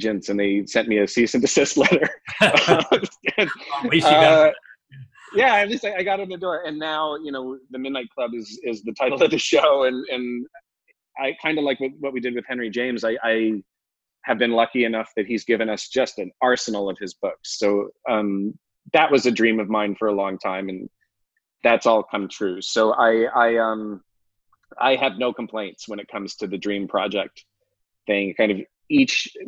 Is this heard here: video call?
yes